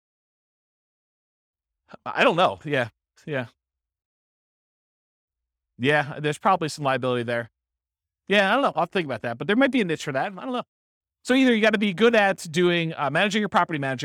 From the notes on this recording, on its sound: This was a live class recorded